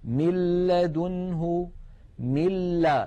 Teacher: لاحظوا من الميم إلى اللام مباشرة، وننطق لاما مشددة ولم يبق من الغنة شيء · Term: إدغام